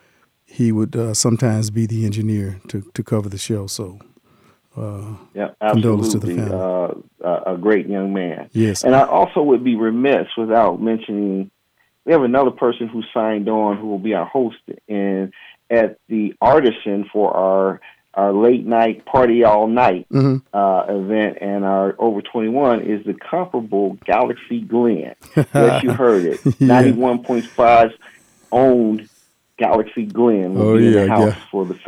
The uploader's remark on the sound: In the studio. Via phone.